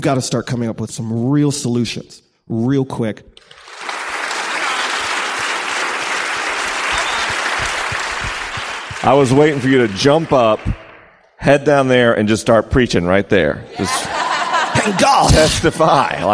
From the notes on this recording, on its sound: This podcast was recorded at The Liturgists Gathering in Austin, TX.